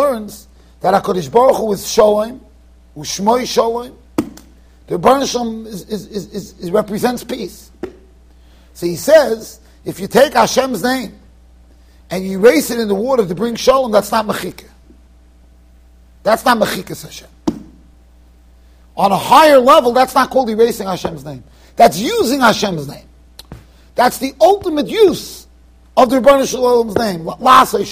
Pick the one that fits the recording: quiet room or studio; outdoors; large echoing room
large echoing room